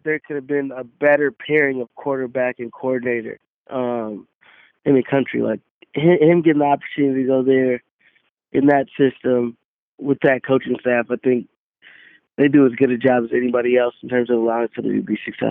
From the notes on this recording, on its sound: got on the phone